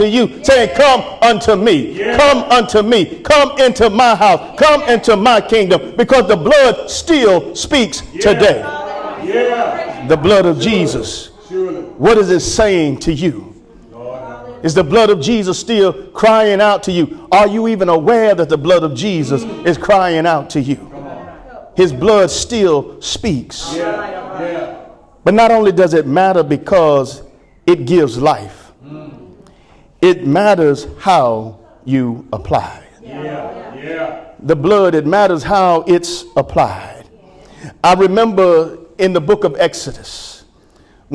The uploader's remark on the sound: Sermon preached from Wesley AME Zion Church